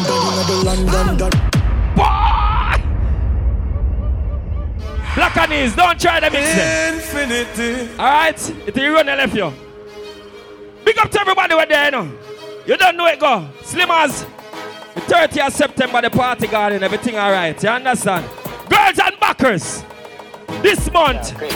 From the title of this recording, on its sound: LIVE AT TIPSY THURSDAYS 9TH JUNE 2022